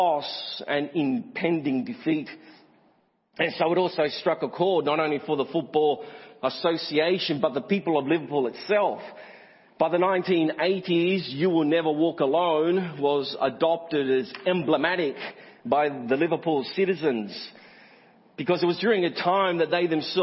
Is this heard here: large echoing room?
yes